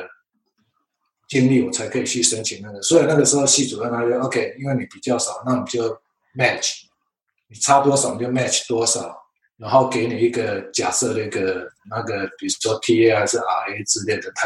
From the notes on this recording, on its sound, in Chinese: 本次訪談為好奇槓鈴第一次線上LIVE錄影訪談的音檔版，有包括美國和歐洲運動科學的教授與博班學生等多人參與訪談及Q&A。